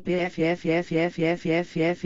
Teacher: Se vejo uma distância, por exemplo, meu lado mal fica com vontade de fazer um som pfffffff bem alto com os dentes de cima mordendo o lábio inferior